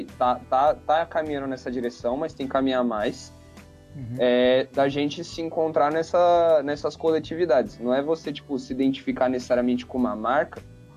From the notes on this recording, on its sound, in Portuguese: um bate-papo via skype